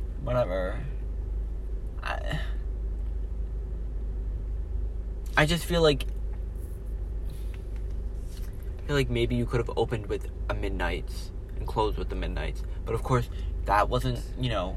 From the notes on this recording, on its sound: They record this live from their car after the concert. The quality is actually pretty good.